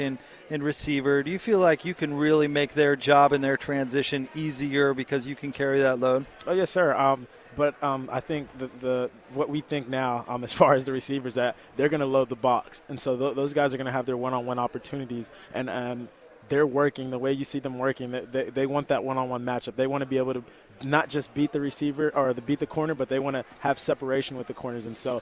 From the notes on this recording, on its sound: live at Pac-12 Media Day